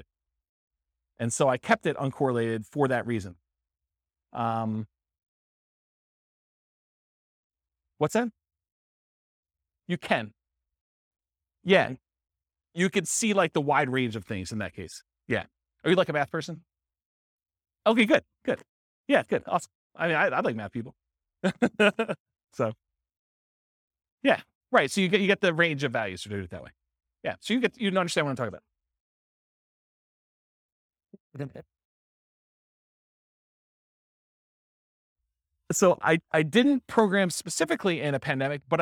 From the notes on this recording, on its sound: This was a live class recorded